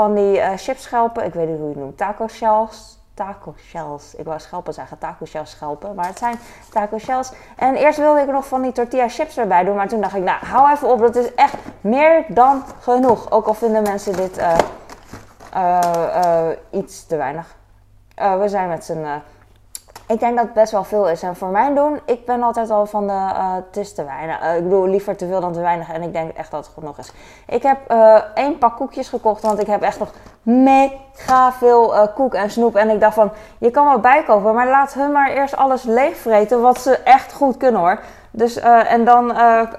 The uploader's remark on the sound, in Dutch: Fijne achtergrondgeluiden